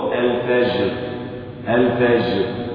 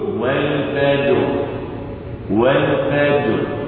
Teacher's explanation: والصواب أن تكون الجيم شديدة محبوسة الصوت مجهورة محبوسة النفس مقلقلة عند سكونها · Shown in: second take